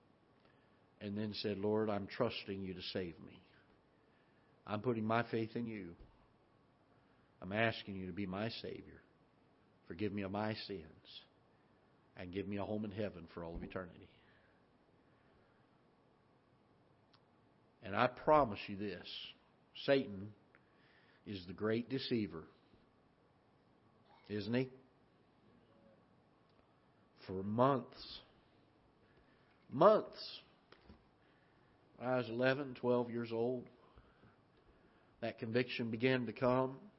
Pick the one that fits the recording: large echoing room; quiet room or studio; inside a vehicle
large echoing room